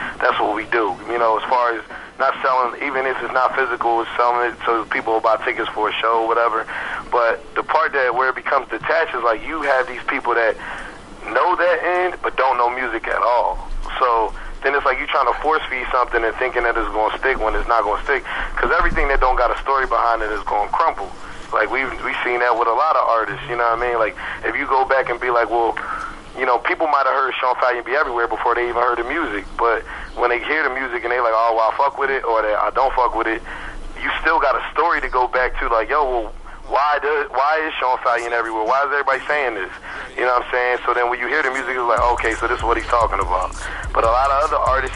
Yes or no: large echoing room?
no